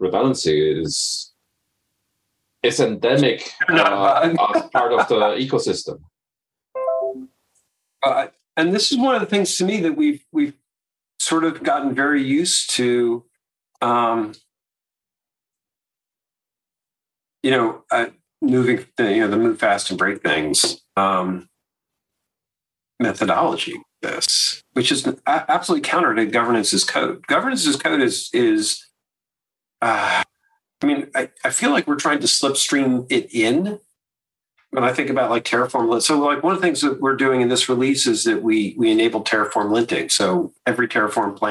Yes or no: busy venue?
no